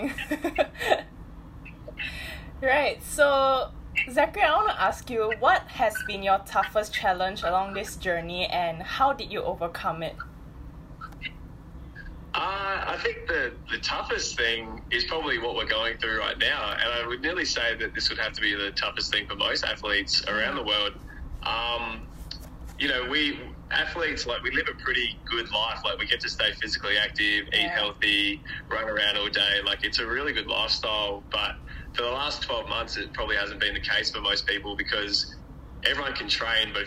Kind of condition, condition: fault, poor sound quality